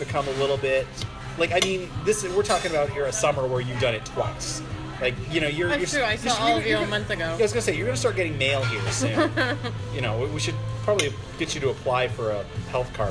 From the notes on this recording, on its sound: we turn the mic on again and give you more action on the scene from the 41st annual Toronto International Film Festival